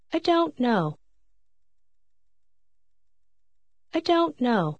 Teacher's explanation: لاحظ كيف يختفي الصوت ت تقريبا من كلمة don't حين تنطق مجاورة لكلمات أخرى